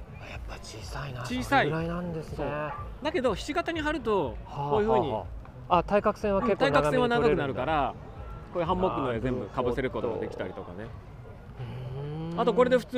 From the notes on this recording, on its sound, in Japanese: 収録地： さいたま市 秋ヶ瀬公園 バイクロア会場。突撃レポート。収録地： さいたま市 秋ヶ瀬公園 バイクロア会場。収録機材： ZOOM F3 (レコーダー)、 ZOOM ZSG-1, AKG D5（マイク）。